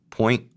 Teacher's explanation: the N and the T at the end are kind of in my throat